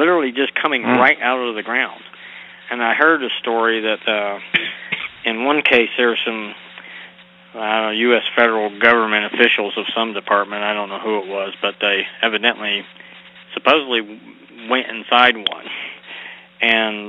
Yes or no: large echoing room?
no